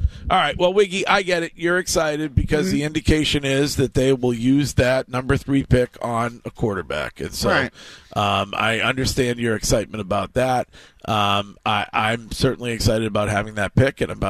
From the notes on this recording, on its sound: Live from Jet Blue Park in Fort Meyers for Red Sox Spring Training!